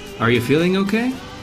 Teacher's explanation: The word you would naturally become ya